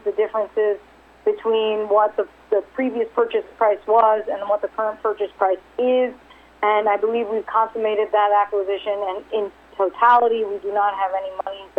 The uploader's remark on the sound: RXMD 2019 3rd Quarterly Conference Call